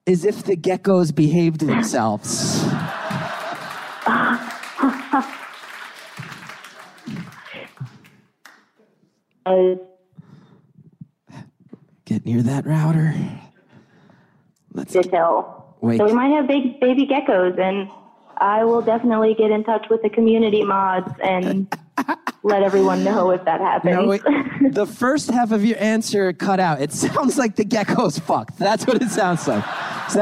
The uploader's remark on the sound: Lying under an electric blanket with her cat, this week’s caller tells. The live audience in Los Angeles.